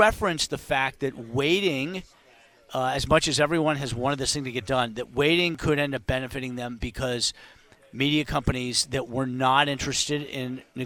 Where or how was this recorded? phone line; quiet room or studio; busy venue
busy venue